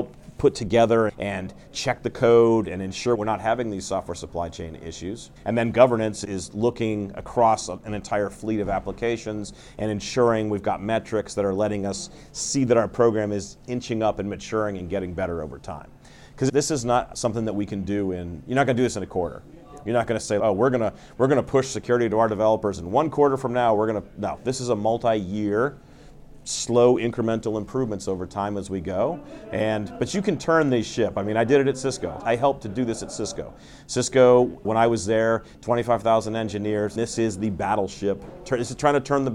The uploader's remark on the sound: on the sidelines of the 2023 RSA Conference